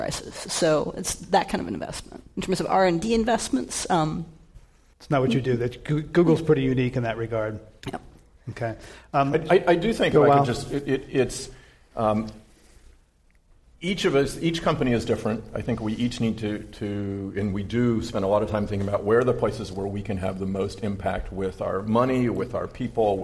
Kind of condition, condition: setting, live audience